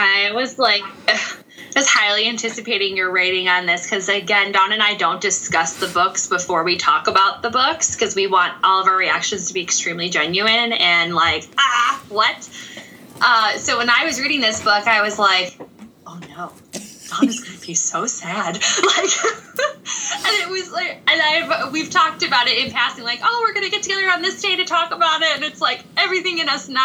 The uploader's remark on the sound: Apologies for the static; I don't know what that was